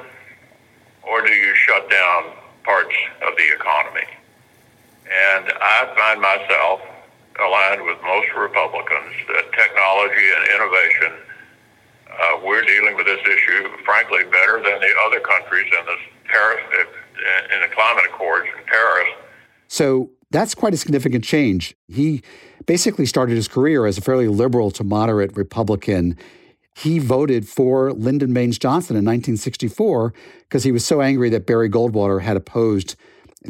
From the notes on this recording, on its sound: recorded telephone interviews